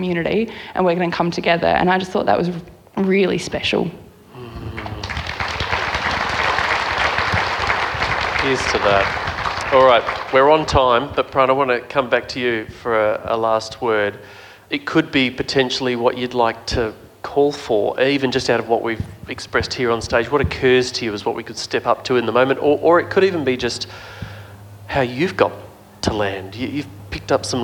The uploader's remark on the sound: We’re back at the Reconnection Festival for the last of three inter-related panel conversations, each building on the other. Recorded in the northern rivers of NSW.